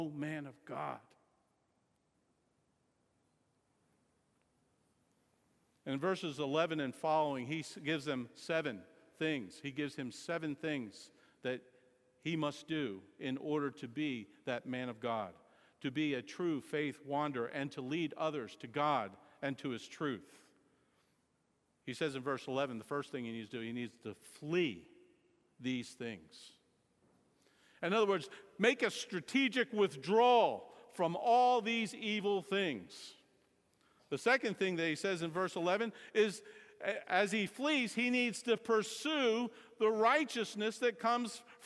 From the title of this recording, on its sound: Sermon Audio From Sunday Morning 9.4.16